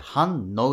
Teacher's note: 反、んっていう N 音が次の応とくっついて反応っていう